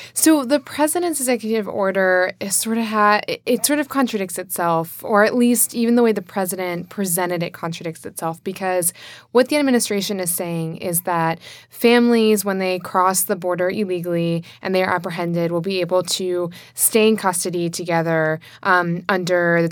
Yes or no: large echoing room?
no